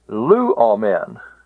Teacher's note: The men, that's the ultima, and the epsilon is short, so the accent, when the ultima is short, can go back to the antepenult, and that's exactly what it does in every one of these. Men is short, so the lu gets the accent.